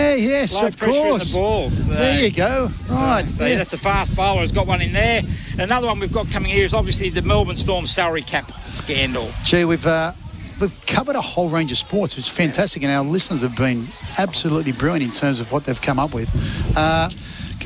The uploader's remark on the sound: Live this week from Umina Beach surf club for the surfers with disabilities.